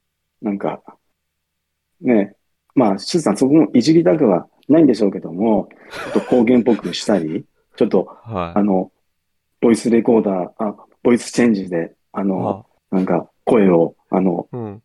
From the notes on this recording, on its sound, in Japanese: この為だけに作ったDiscordのボイスチャンネルで収録